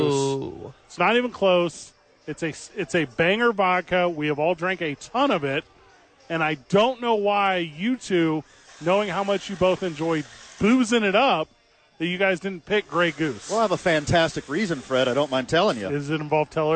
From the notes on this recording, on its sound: live from ABQ AXE!